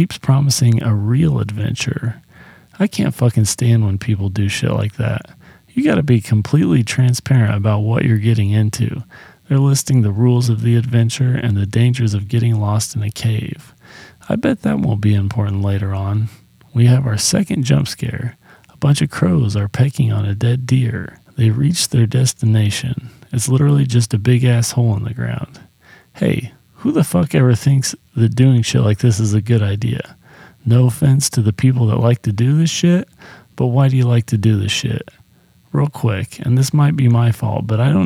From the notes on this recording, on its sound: Sorry about the mic buzzing. I didn't really notice it until I was deep into the editing process.